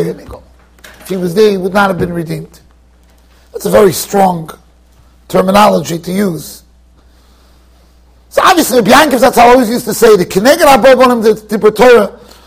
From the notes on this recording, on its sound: Shiur recorded in Yeshivas Ohr Reuven, Monsey NY.